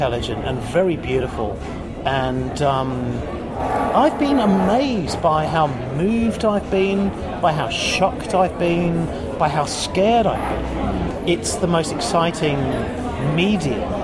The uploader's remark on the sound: Recorded: A noisy bar in Sydney